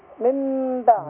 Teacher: ميم مع الغنة حركتين · Term: ميم الإقلاب